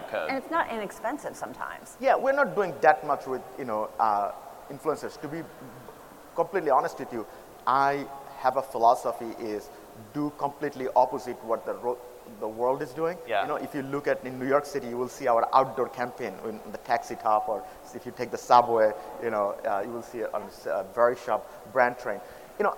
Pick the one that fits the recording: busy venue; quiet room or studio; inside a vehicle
busy venue